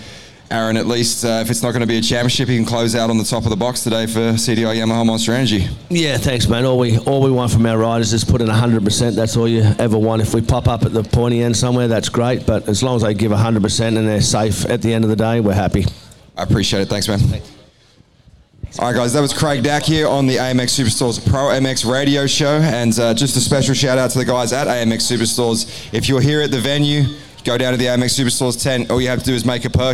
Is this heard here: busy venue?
yes